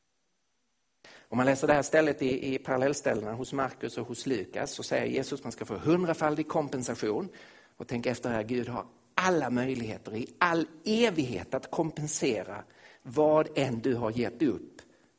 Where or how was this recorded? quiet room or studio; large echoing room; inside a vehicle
large echoing room